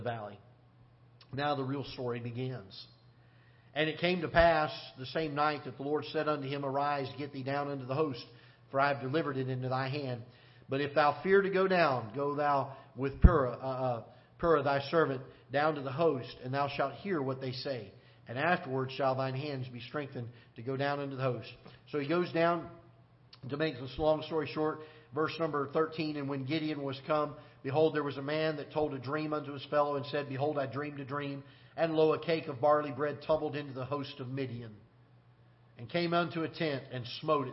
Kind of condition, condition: setting, large echoing room